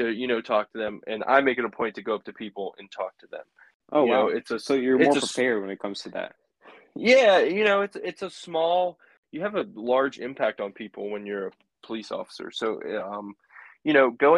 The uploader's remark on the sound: Interview via phone call